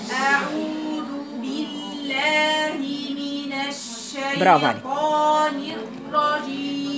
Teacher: يعني الهواء في الشين كبير كتير يملى البق كده · Term: تفشي